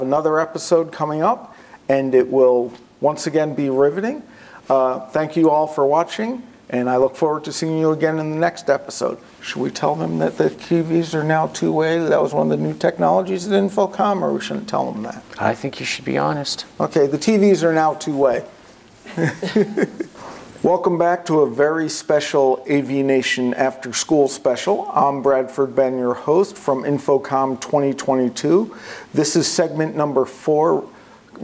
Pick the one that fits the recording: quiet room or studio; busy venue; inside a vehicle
busy venue